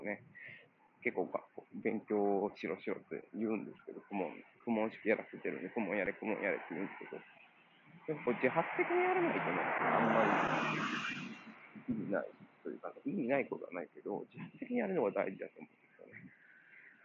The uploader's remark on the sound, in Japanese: 歩きながらとりとめもない話をしています